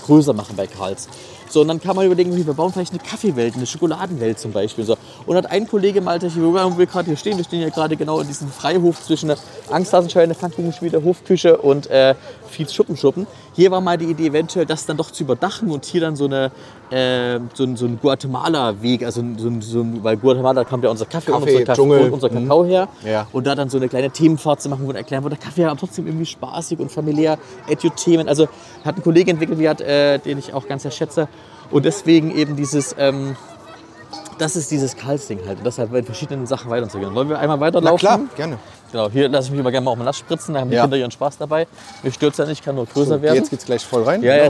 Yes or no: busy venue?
yes